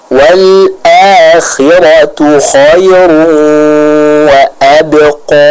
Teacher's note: Adapun untuk kha yang fathah, maka harus disempurnakan ketebalannya.